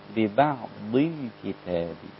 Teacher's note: ببعض كلها رقيقة لغاية الضاد. طبعا الضاد في أقل مراتب التفخيم عشان هي مكسورة، بس ما ننزلهاش للدال.